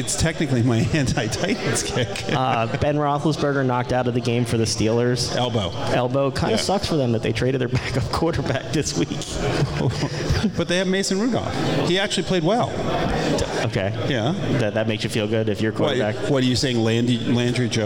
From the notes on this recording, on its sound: Live at TBS